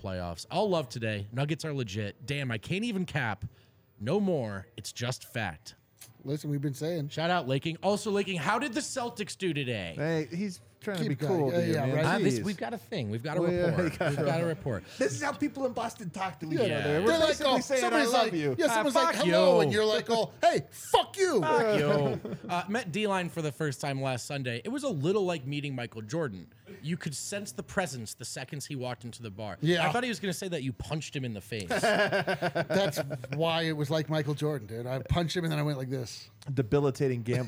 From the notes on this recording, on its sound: come to you LIVE from the DNVR bar